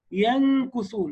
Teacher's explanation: الحرف السابع من الحروف المخفاء من الحروف الفرعية النون المخفاة، حيث تختلط بالحرف الذي بعدها